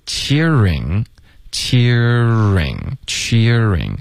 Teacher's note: 这个 cheer 结尾有一个 r 的音然后直接嘴唇就撅起来发 ring 所以这个会发成两个音节